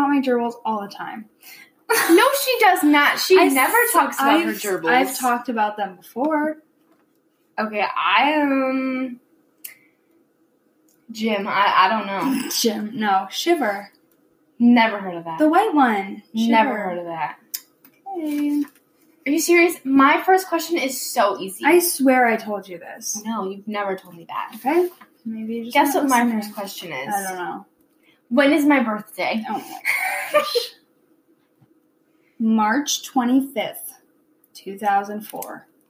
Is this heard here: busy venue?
no